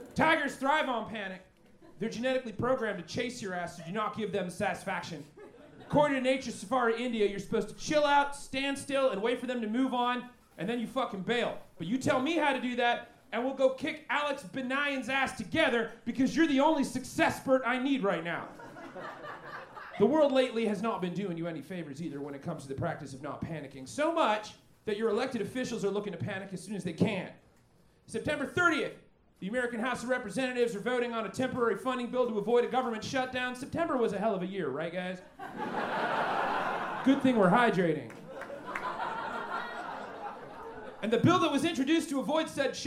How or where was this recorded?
busy venue